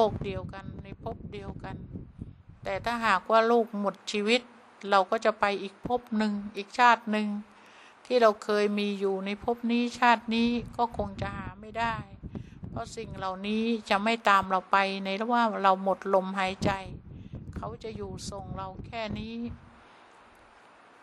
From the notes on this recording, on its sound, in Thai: เสียงอัดธรรมมะจากเครื่องบันทึกเสียงของคุณแม่